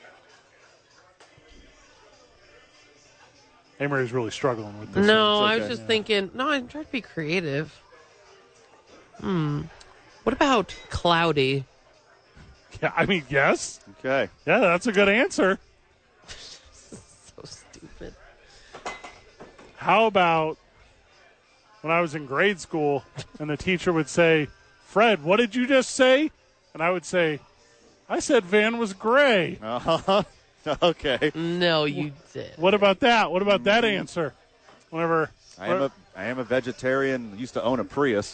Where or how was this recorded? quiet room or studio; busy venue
busy venue